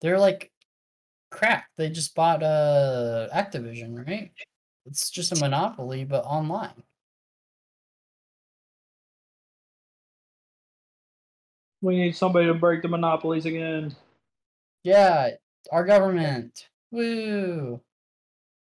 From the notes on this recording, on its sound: WE HAD TO RESTART 3 TIMES!!!! Our recording audio fucked and it had us fucked up so sorry for the short show and lack of conversations.